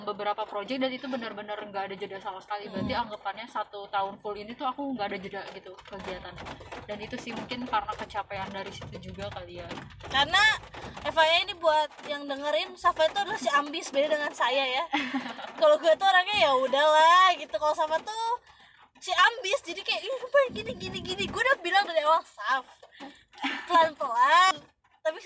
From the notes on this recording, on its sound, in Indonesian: Ditemani hujan dan kemacetan Kota Bandung. Banyak noise nih jadi maaf ya kalau misal sedikit tidak nyaman.